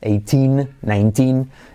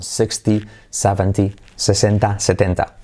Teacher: estoy exagerando un poco el acentuar la segunda sílaba · Shown in: first take